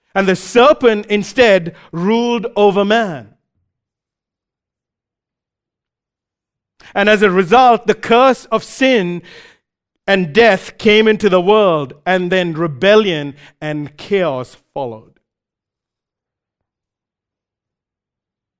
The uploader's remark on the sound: recorded live at Grace Community Bible Church